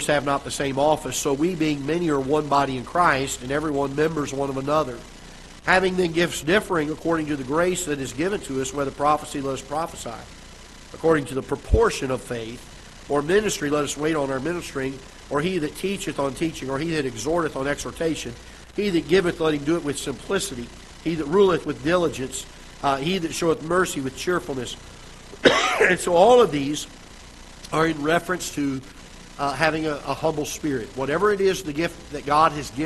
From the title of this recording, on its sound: Ketha Heights Baptist Church ~ Live Broadcast